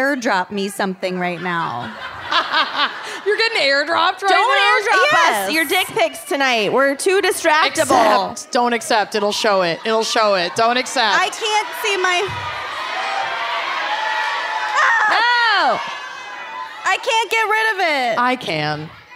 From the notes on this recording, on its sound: Brooklyn LIVE! Live from Brooklyn.